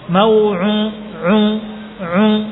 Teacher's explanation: Kemudian perhatikan huruf ainnya. Kebanyakan ada kesalahan di huruf ain, masuk hidung suaranya, ada hunnahnya.